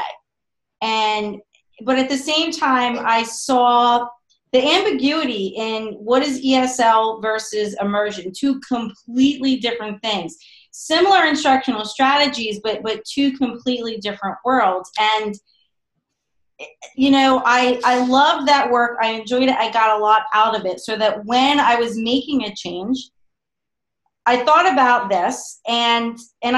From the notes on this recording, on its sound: On this episode, I Zoom